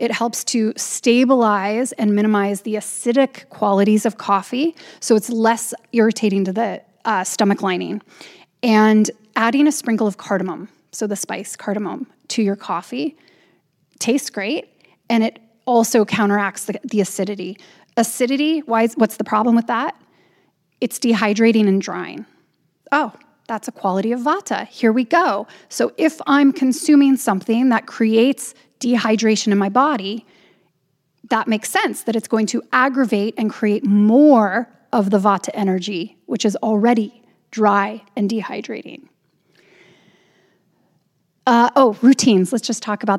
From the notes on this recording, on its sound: Recorded it in front of a live audience at their Zest Wellness Weekend held in Hemsedal at the Fyri Resort.